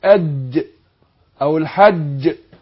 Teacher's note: الجيم مثلا حرف بيجتمع فيه الجهر والشد، وكلاهما فيه حبس للنفس وللصوت.